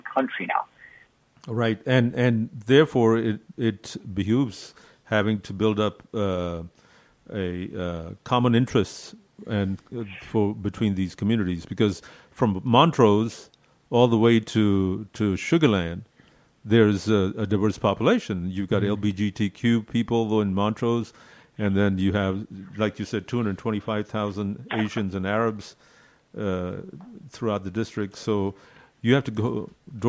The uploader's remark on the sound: We are on 98.7 FM and you can also listen on the masalaradio app. Direct from the cricket World Test Championships in London. Is calling in now LIVE - its almost midnight in London.